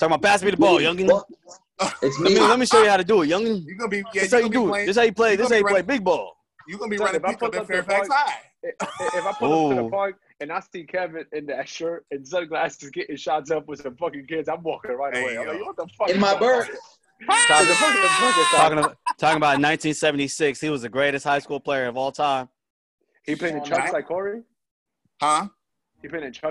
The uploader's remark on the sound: Reporting live from Cooney Island by way of Zoom. Reporting live from Cooney Island by way of Zoom.